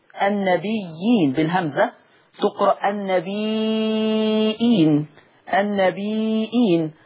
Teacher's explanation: بالهمزة تقرأ النبيين، النبيين، فتمد الياء مدا مشبعا أيضا، وإين، إين مد بدل مع التثليث.